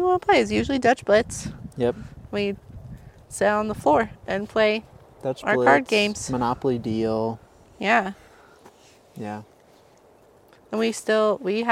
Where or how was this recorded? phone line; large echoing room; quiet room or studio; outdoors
outdoors